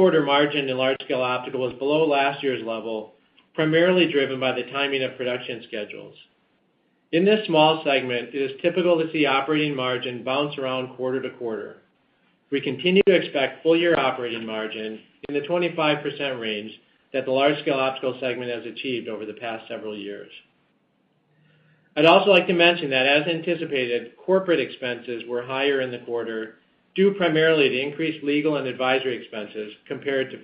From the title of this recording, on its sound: Apogee (APOG) Q1 2020 Earnings Call